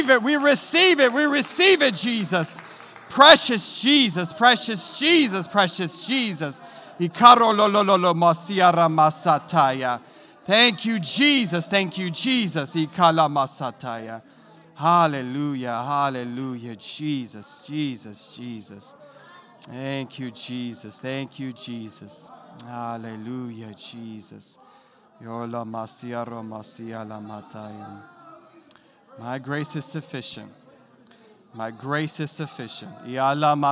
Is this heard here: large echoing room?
yes